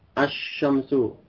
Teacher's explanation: lamnya masuk ke huruf shin. Asyamsu, idgham pada huruf shin.